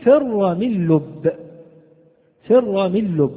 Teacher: نلاحظ أن الفاء تخرج كما قلنا من الثنايا العليا مع بطن الشفة، والراء من طرف اللسان من ظهره، والميم من الشفتين، والنون من طرف اللسان مع تداخل الخشوم، واللام من طرف اللسان، والباء من الشفتين معا، فر من لب، فر من لب. · Term: حروف الإذلاق